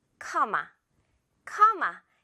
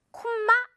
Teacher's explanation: 그래서 또 많은 친구들이 이걸 콤마라고 기억을 하는 것 같은데요. 영어 발음은 일단 코 발음도 아니고 어 발음이에요. · Shown in: first take · 커. 그리고 M 물방울 하나만 있죠.